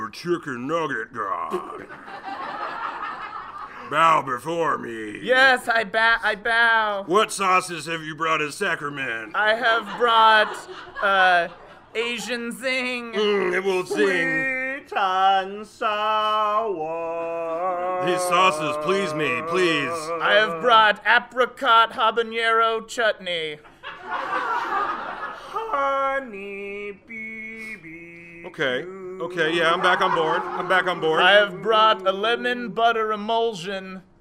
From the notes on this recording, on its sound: Recorded Live at The Kick Comedy Theater.